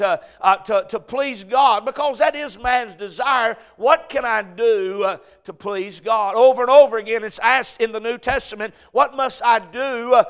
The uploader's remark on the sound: A message preached at Crossroads Baptist Church